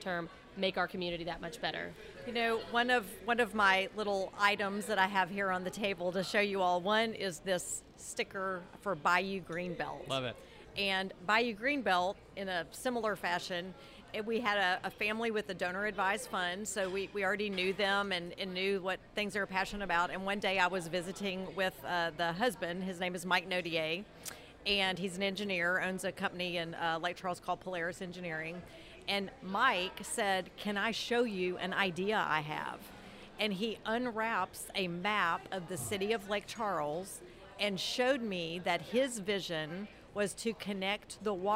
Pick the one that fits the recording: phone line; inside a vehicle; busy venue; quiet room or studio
busy venue